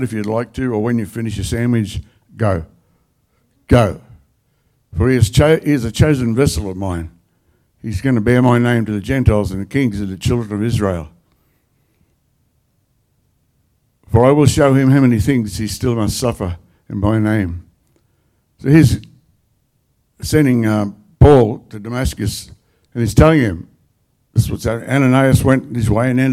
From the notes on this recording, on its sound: The live stream of Destiny Church Atherton.